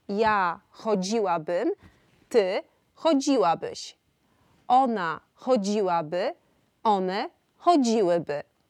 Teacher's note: akcent na trzecią sylabę od końca dotyczy czasowników w pierwszej, drugiej i trzeciej osobie liczby pojedynczej oraz trzeciej osobie liczby mnogiej trybu przypuszczającego.